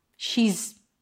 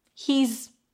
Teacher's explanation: Has becomes z. And yes, it does sound like is.